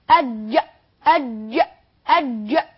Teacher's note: لان احنا لو قلنا اج يبقى بقت رخوة، والجيم من حروف الشدة اللي هي اجد خطيم بكت، اجد منها الجيم اهي، يبقى الجيم من حروف الشدة، يبقى لازم هنقفل عليها الصوت والنفس، يبقى نقول أج أج النفس مش هنقفله، هنقفل الصوت فقط.